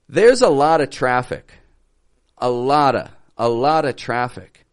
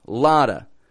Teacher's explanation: The T changes to a flap T, that kind of quick D sound, lotta. And I link it to the word of.